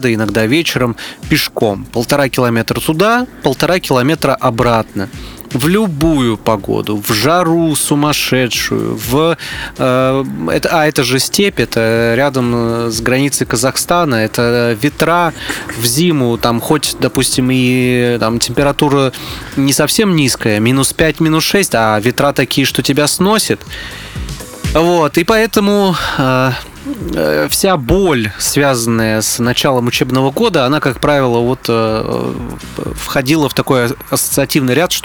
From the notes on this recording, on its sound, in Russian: выпуск подкаста записали в лесу